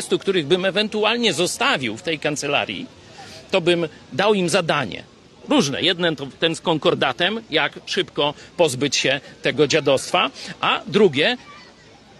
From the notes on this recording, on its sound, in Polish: przeprowadzony na Placu Litewskim w Lublinie